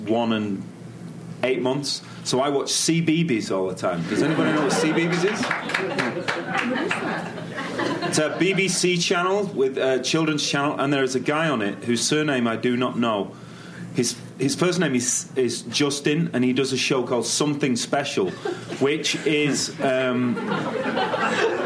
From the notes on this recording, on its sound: Recorded June 7, 2015 at ATX